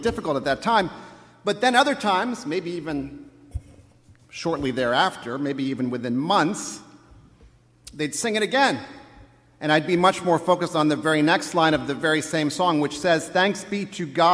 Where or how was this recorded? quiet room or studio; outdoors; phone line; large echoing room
large echoing room